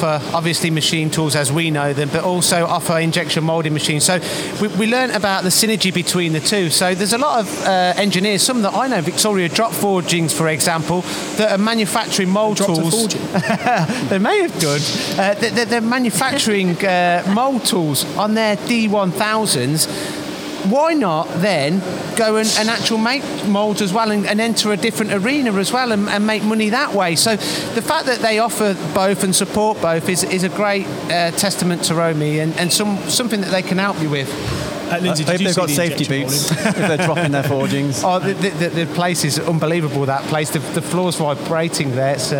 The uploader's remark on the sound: Recorded from the recent ROMI open house